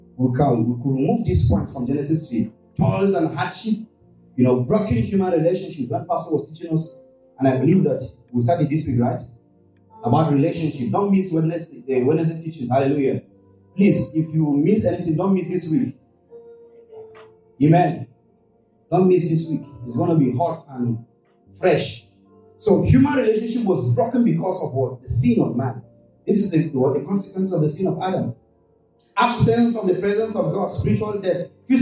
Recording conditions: poor sound quality